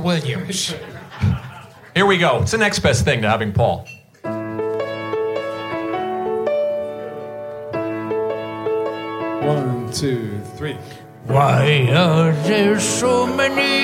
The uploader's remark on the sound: Return to Sid Gold's Request Room in New York City for a LIVE singalong episode. A roomful of passionate (and knowledgeable!) listeners.